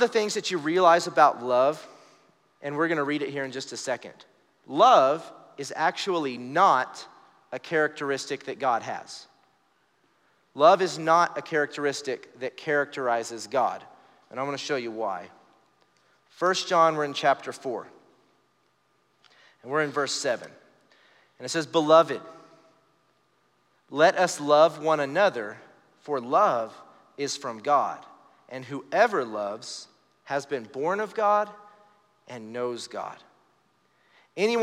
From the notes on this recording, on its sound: Recorded live during our Wednesday night service